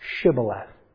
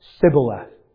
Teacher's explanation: the Ephraimites didn't use the sh sound. They used the s sound. · Shown in: second take · And that's how they could tell them apart.